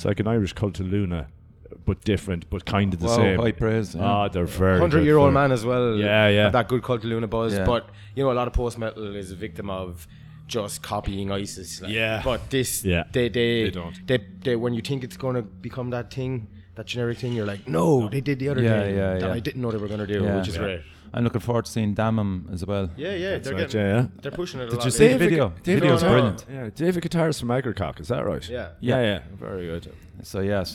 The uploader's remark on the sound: at Monolith Festival 2019 in Cyprus Avenue Cork